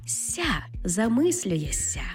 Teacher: Зокрема, наприклад, буквосполук «шся» та «ся». Пишемо то ми «шся», тобто на письмі «замислюєшся», але вимовляємо «ся» · Term: асиміляцією приголосних